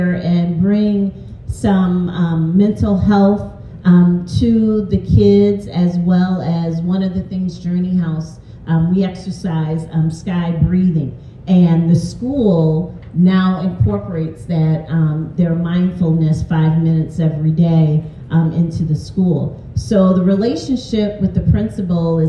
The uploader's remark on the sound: A unique episode; we captured the audio from a live event. In partnership with United Way's EMERGING LEADERS volunteer network Community Schools led a panel conversation.